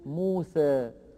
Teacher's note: وبعضهم لا يميلها إلى هذه الدرجة بل يقول موسى إمالة صغرى